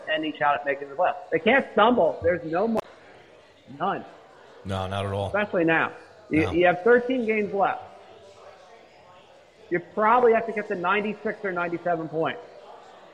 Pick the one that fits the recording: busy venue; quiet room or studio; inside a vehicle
busy venue